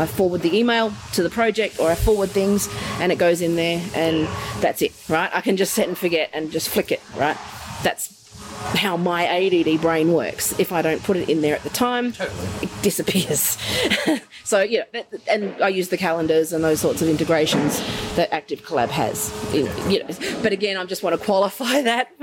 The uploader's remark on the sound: An apologize for a kitchen in the background when we're recording in Brisbane.